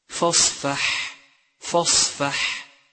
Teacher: حرف الحاء حرف مستفل ينضغط صوته إلى الأسفل فهو مرقق دائما